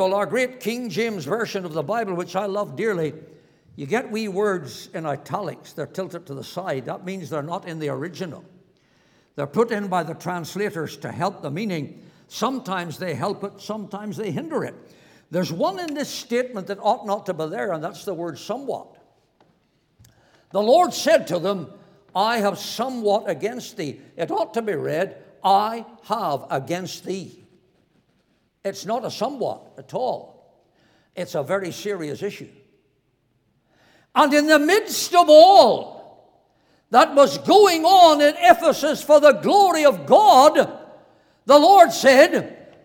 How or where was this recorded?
large echoing room